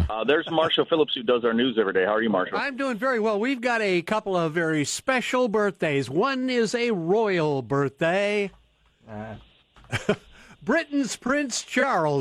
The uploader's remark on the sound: We taking phone calls again?